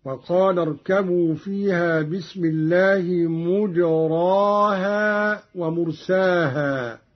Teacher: قرأ قانون بضم الميم وبغير إمالة في الراء